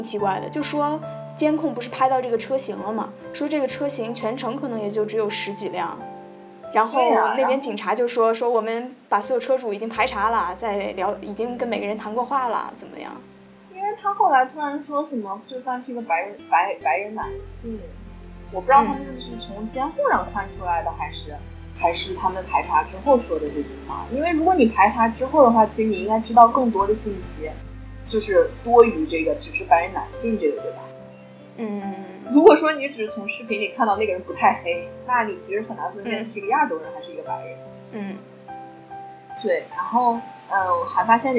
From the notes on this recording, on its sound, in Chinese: 非常抱歉这次的音质，是我的个人问题，以后一定会注意录音设备的方向